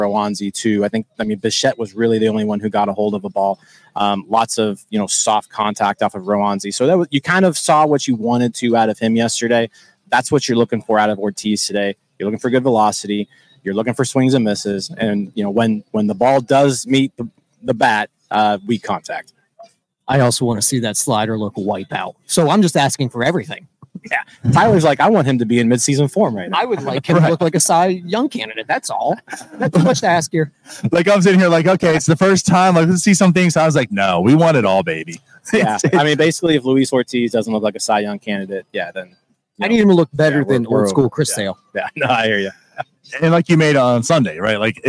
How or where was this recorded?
busy venue